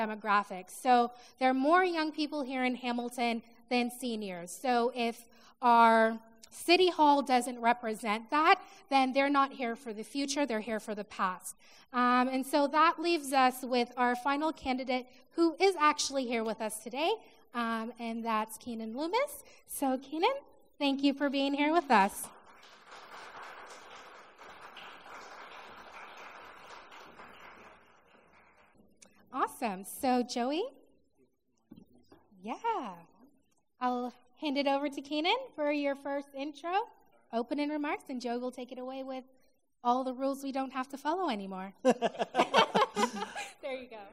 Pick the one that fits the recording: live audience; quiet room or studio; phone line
live audience